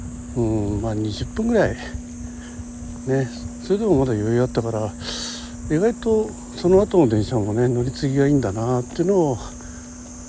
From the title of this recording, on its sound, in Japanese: 歩きで施設点検。移動中やることないので収録してます